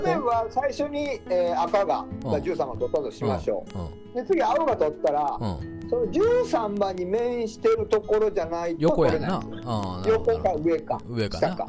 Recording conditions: background noise